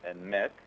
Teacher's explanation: with the accent on the second syllable